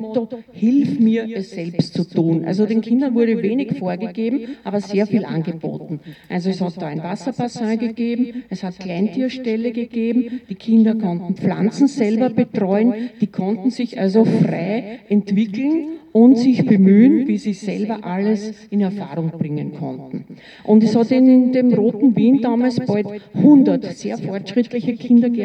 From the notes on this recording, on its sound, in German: Im Goethehof in Wien-Kaisermühlen. Diesmal in Form eines Rundgangs durch den Goethehof. Leicht gekürzte Aufnahme aller Reden und Musikbeiträge an allen Stationen des Gedenkrundgangs.